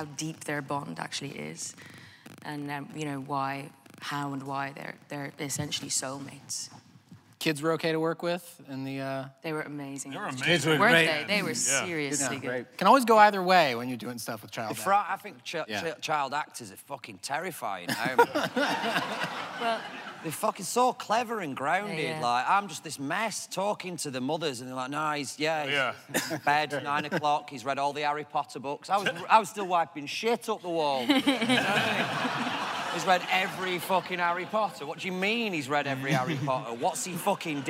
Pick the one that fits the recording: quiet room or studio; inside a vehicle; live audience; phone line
live audience